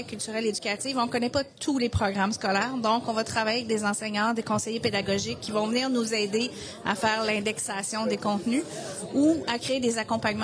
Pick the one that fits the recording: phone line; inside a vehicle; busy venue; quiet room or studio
busy venue